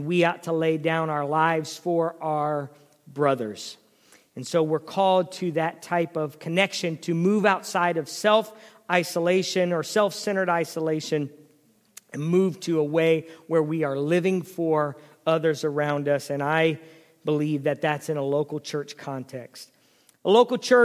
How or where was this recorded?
large echoing room